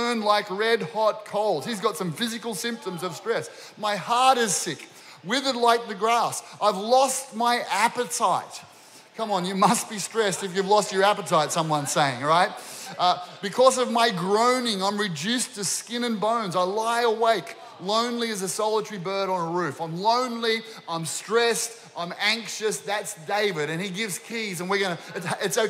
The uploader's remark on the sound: This was recorded during our 9am service